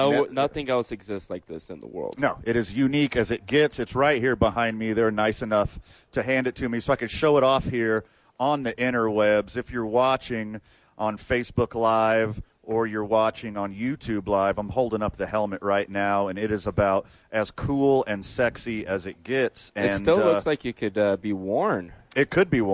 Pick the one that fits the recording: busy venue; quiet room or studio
busy venue